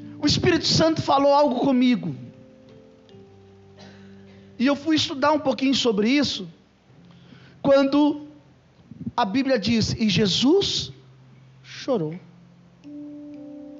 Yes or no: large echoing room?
yes